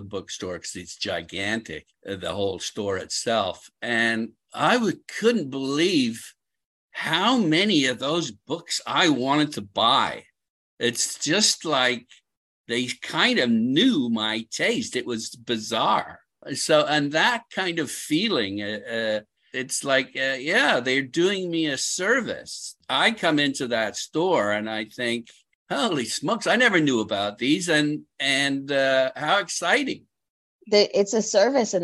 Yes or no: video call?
yes